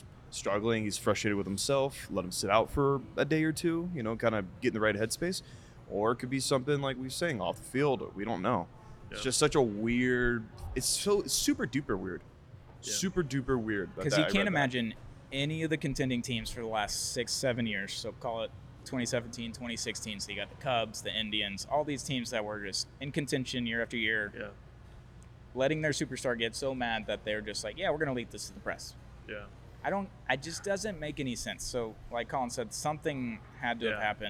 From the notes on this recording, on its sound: In this episode, the boys are live at Houston TX Hot Chicken